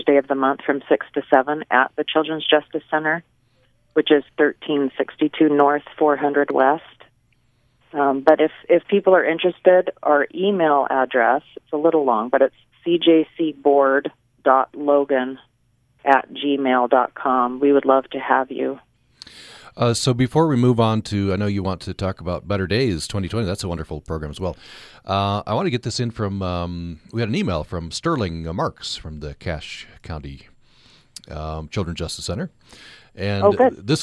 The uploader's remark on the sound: Today we’re opening the phone lines